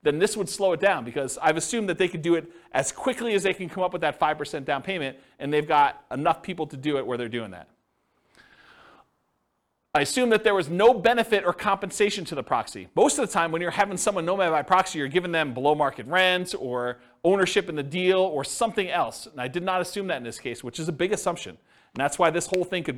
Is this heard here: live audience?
yes